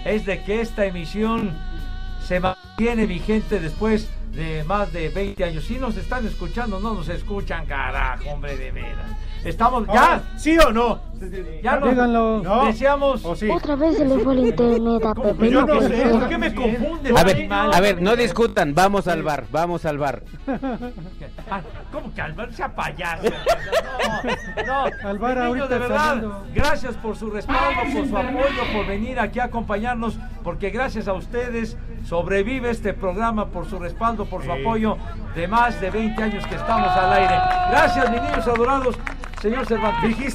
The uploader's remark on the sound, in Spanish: Espacio Deportivo de la Tarde desde el FanFestival de la Ciudad de México.